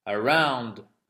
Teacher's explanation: accentuation sur la deuxième syllabe